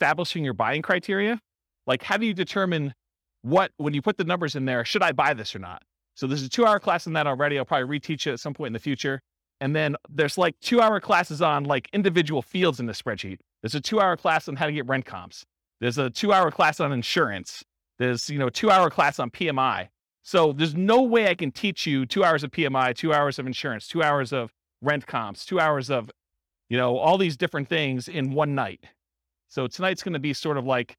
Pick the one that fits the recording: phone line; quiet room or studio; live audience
live audience